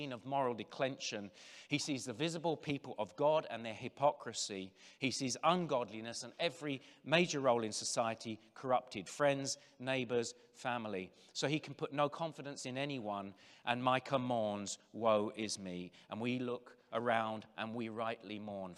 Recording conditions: live audience